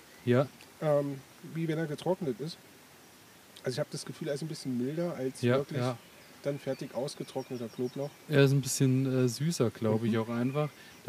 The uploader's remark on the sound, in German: Spezial - live aus dem Garten Ede. Podcast als Video.